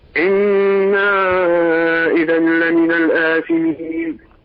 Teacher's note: آثمين مد يعني حركتين قليل